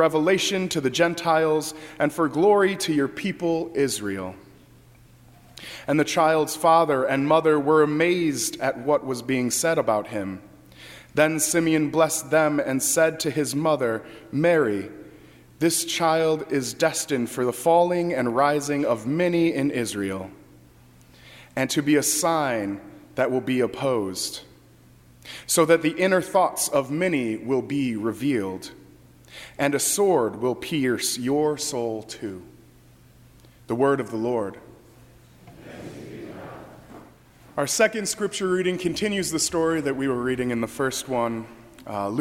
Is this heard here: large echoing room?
yes